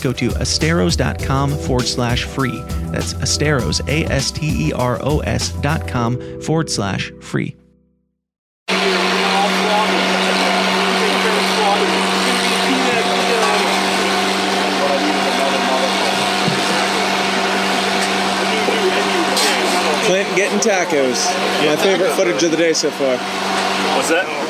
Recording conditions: busy venue